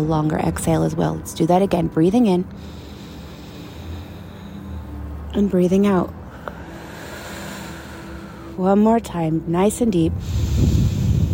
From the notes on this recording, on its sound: A special outside recording edition